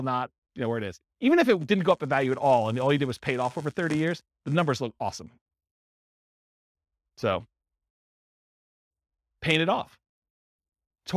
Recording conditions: live audience